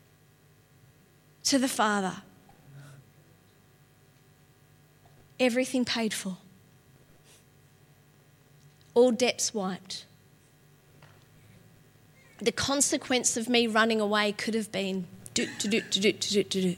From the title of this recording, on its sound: LIVE at Echo Church